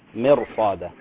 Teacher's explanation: نفخم الراء هنا ليست مرققة لمجاورتها للصاد